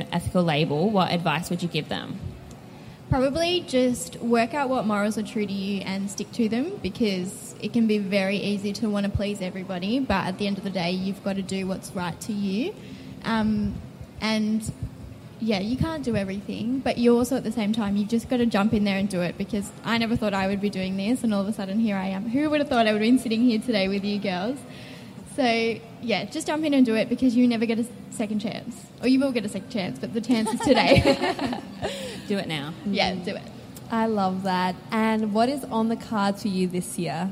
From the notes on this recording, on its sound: LIVE episode recorded as part of this year’s Melbourne Fashion Festival. We took to the public stage.